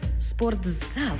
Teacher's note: У слові «спортзал» звук «ти» переходить у звук «дз»